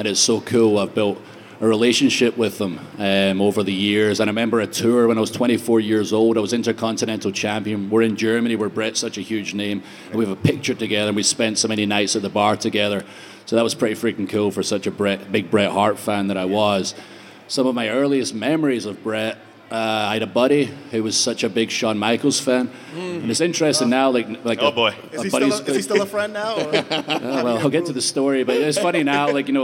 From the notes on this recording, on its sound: Live From Superstore Axxess. In front of a maj crowd in Dallas.